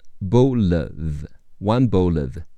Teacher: 结尾的 l 和 of 连起来读了